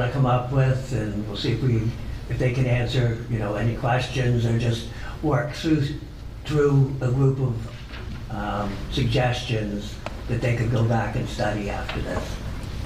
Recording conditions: large echoing room